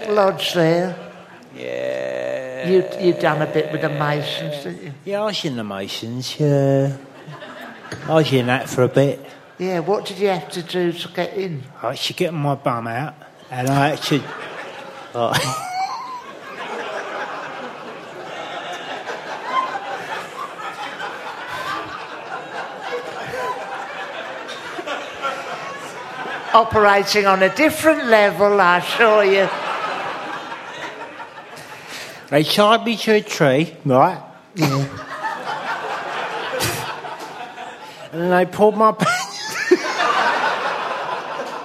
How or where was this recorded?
live audience